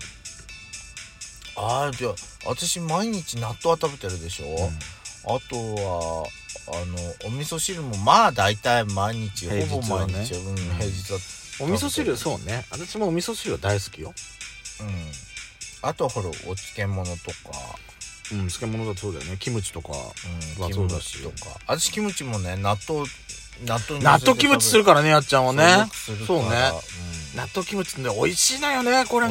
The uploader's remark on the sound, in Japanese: 2人組。パーキング収録。